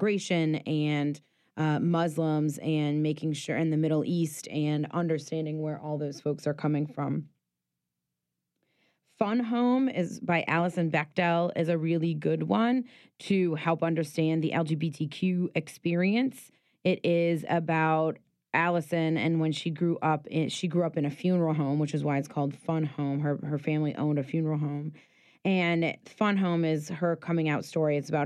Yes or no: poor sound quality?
no